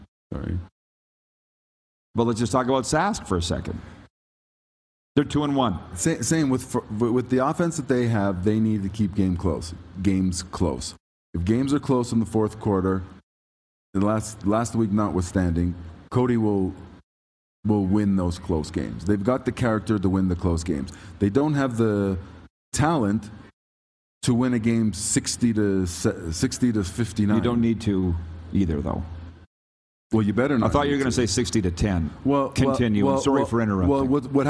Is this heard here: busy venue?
yes